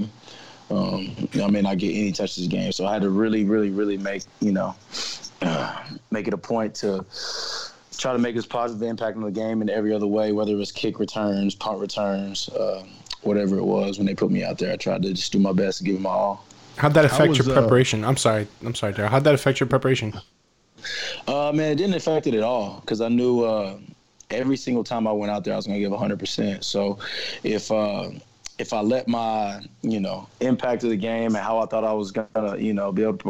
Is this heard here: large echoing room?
no